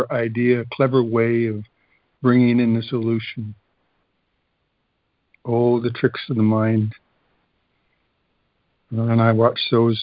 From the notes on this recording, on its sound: Daily Conference Call